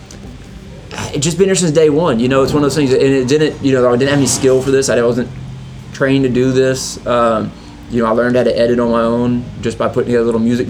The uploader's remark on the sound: Coming to you straight from the heart of South Houston ,at the Booker T world Gym Arena